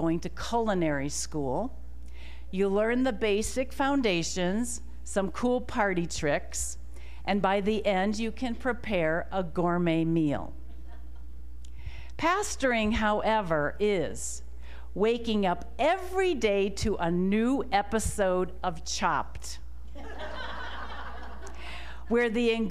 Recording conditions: live audience